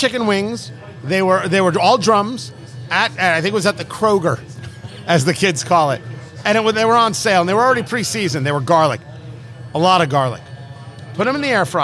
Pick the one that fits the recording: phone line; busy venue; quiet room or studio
busy venue